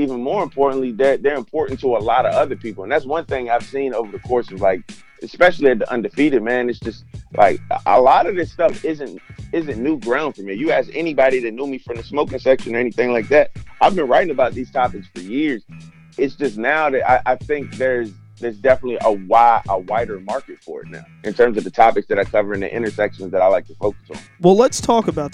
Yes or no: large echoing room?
no